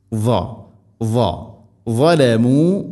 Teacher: heavy ലെറ്ററാണ്, ഇസ്തിഇലാന്റെ അക്ഷരമാണ്, നാവിൻ്റെ മധ്യഭാഗം അണ്ണാക്കിലേക്ക് ഉയർന്നു നിൽക്കണം